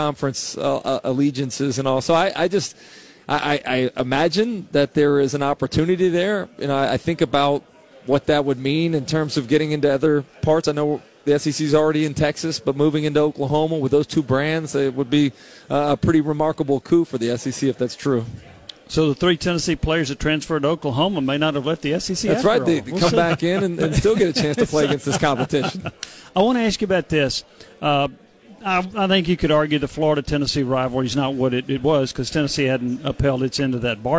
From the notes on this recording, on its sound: live from SEC Media Days